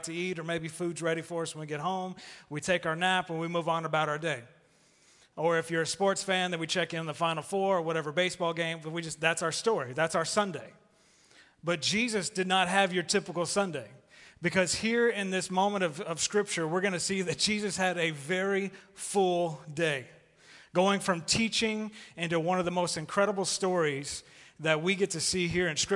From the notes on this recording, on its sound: Recorded live at The Fellowship at Two Rivers